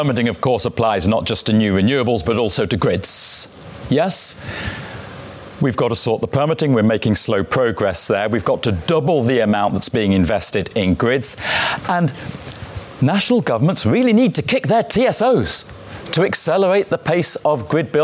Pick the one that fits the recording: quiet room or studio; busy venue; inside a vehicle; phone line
busy venue